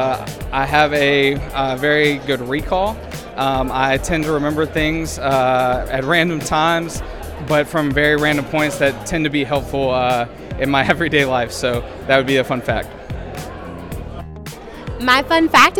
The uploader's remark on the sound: This episode we are coming to you LIVE from the Garner Chamber of Commerce's Annual Meeting.